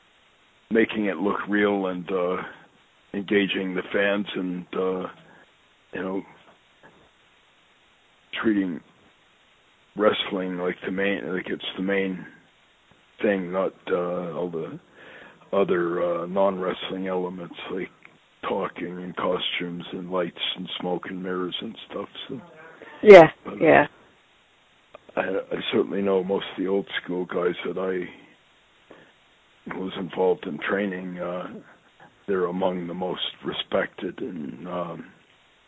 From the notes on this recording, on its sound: I sit down on the phone with my friend